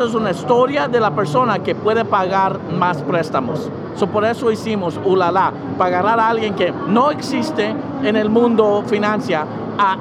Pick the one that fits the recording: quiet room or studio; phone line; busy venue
busy venue